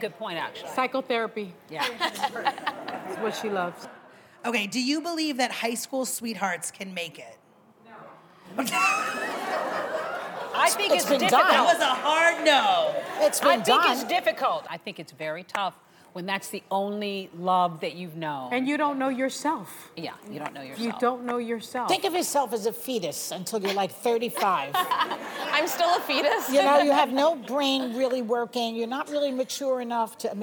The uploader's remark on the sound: The Co-Hosts Answer Studio Audience Questions!